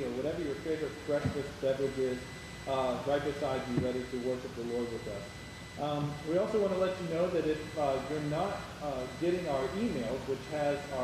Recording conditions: sounds in the background